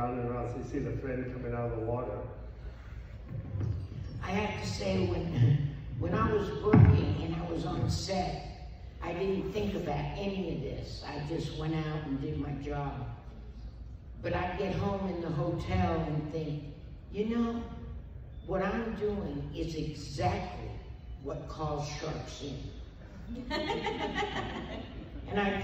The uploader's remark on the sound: Days of the Dead Indianapolis, July 16, 2021